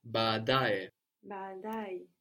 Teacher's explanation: So we have the accent on the penultimate one, on the da, badae. But we still have two at the beginning, so we pronounce both A's at the beginning, but the da is still accented.